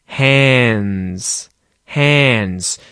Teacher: that D sound is actually muted. It's not said because there's kind of three consonants. There's an N sound, a D sound, and then an S in the spelling, but it's a Z sound, right?